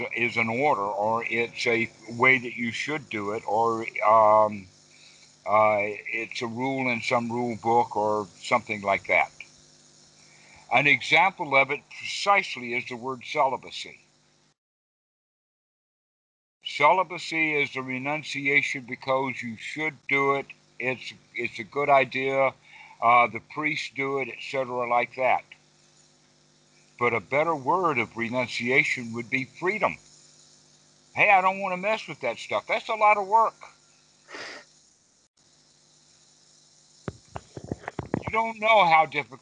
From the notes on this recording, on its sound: Skype calls on this channel.